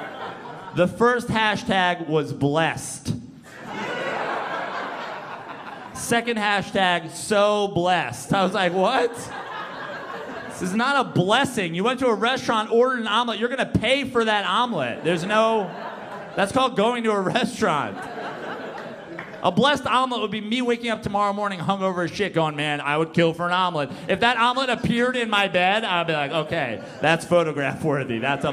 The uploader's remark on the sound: Stand Up Comedy Live Gotham Comedy Club